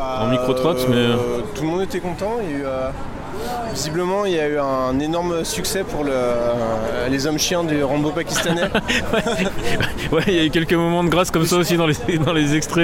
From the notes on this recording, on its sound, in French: Retour audio sur l'édition 2022 avec quelques réactions cueuillies à chaud à la sortie du Grand Rex au petit matin de la 6ème nuit Nanarland.